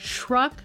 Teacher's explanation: the way that many people pronounce that word, it really does have a ch sound